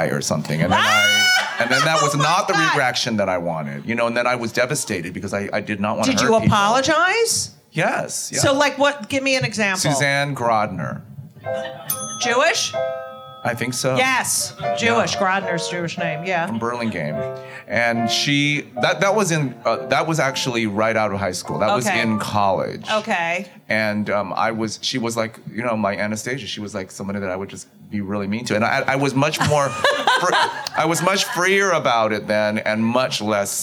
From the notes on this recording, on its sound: LIVE from Club Cumming ! LIVE from Club Cumming !